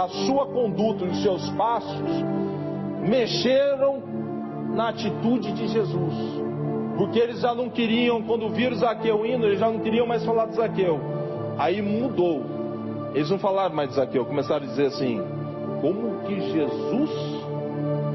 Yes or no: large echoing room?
yes